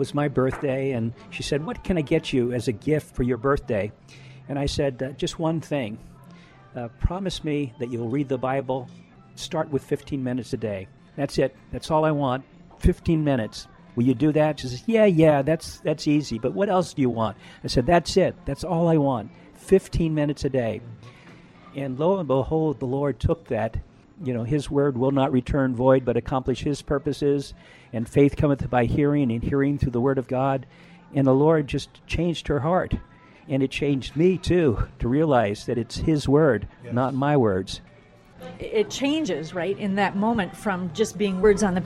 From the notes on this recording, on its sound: We’re continuing our talk at a local café